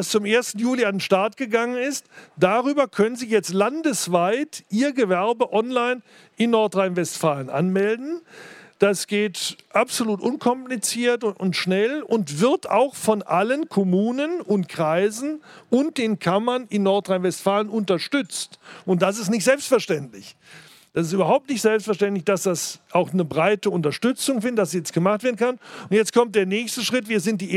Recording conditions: busy venue